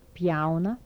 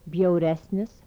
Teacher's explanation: Bilabial stops with palatalization.